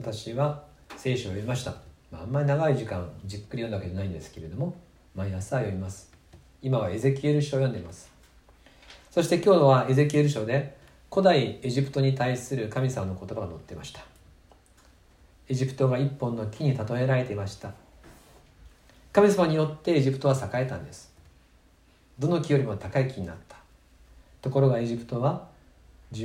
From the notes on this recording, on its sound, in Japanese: 2020/05/17吉備教会礼拝メッセージ録音です。